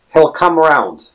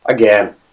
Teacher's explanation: So again, it's a typical dark L sound.